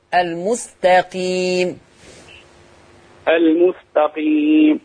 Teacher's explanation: انتبه إلى ترقيق حرف التاء في لفظة المستقيم، تاء وليست طاء